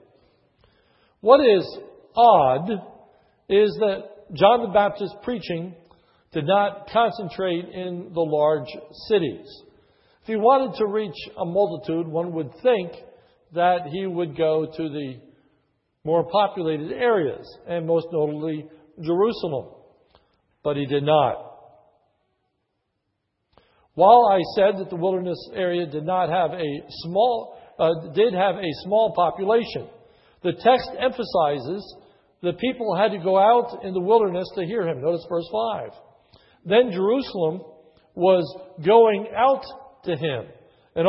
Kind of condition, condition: setting, large echoing room